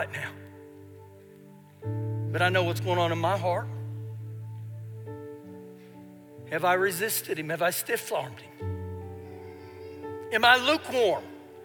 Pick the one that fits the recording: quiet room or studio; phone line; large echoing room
large echoing room